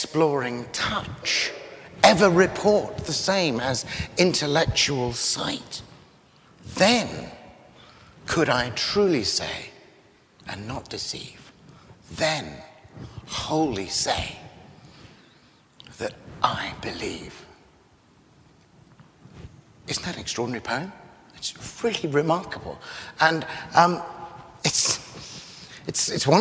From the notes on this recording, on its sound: lecture from the 2013 CS Lewis Symposium at Westminster Abbey